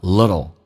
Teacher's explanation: Little 在美语当中 t 跟 l 趋向于发 d 跟 l